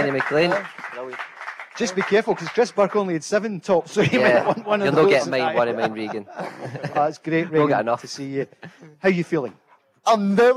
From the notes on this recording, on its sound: live from The Radisson Red in Glasgow